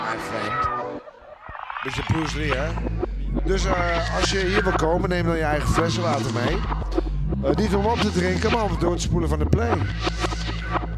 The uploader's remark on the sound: Live from ORKZ-Bar!